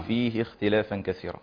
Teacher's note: حالة الخاء في التفخيم تفخيم نسبي ولا نرتفع بالخاء لأن الخاء ليست مطبقة